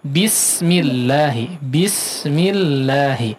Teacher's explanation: di huruf sinnya bismi, diperjelas lagi si hamasnya ya, hamasnya tadi kurang jelas, kemudian kurang tipis ya